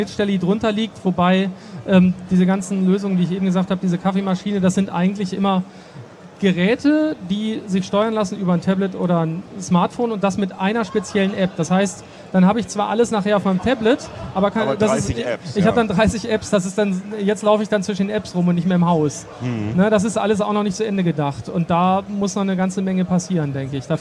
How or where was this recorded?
busy venue